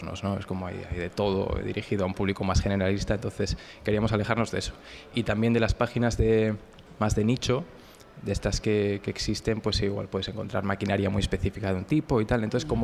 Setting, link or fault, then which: setting, busy venue